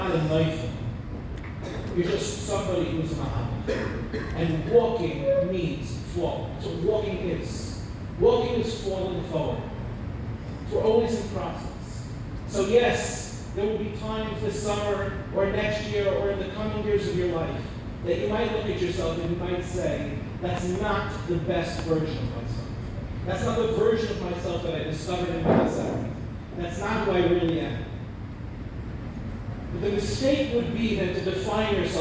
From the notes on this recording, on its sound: delivered at the grand banquet of Mevaseret